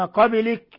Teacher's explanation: الباء تقلقل لأنها ساكنة من حروف قطب جد